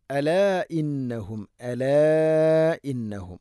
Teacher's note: മദ്ദിൻ്റെ അക്ഷരമായ അലിഫിന് ശേഷം ഹംസ അടുത്ത പദത്തിലാണ്, നാലോ അഞ്ചോ ഹർക്കത്ത് വരെ നീട്ടാവുന്ന മദ്ദാണ്. ഇന്നഹും നൂനുഷദ് മണിക്കണം. · Term: മദ് മുൻഫസിൽ